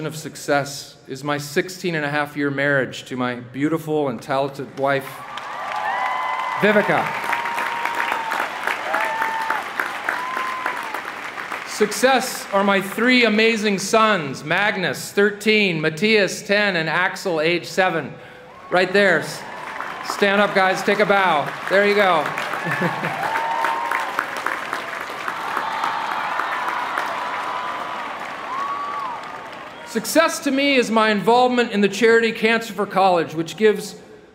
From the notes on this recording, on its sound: delivered the commencement address to the University of Southern California's graduating class of 2017